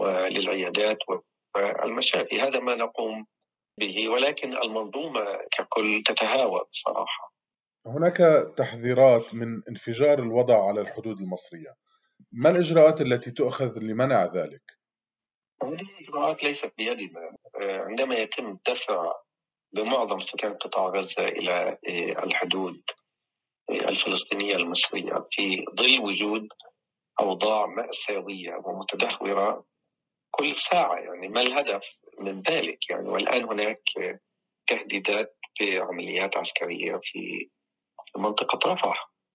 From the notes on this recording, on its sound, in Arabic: في اتصال هاتفي مع أخبار الأمم المتحدة من رفح